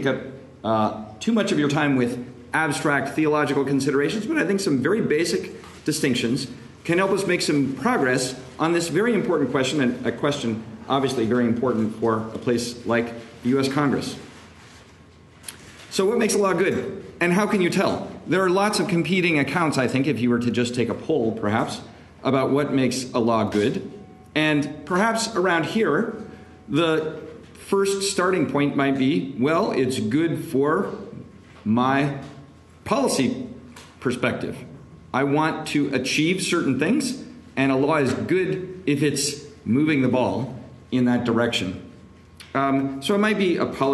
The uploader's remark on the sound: This lecture was given on October 27, 2023, at the Thomistic Institute in DC, on Capitol Hill